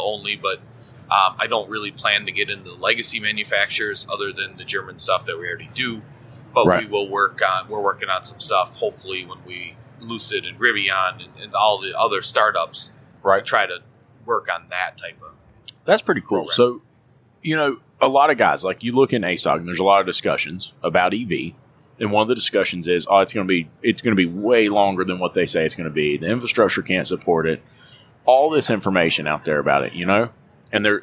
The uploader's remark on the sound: LIVE from AAPEX 2021